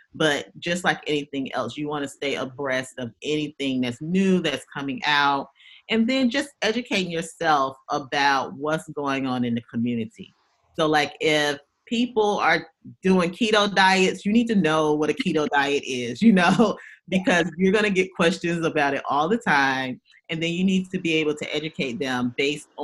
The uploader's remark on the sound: Zoom video interview